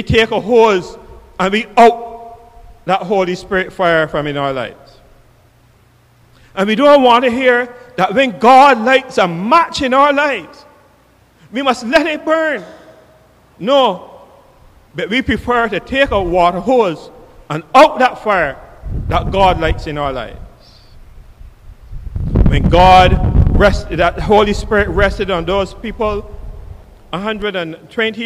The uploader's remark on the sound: KeepItLoud Live Service with St. John's Episcopal Church U.S.V.I